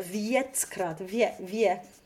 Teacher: You have to make sure that you really get a good J glide in there.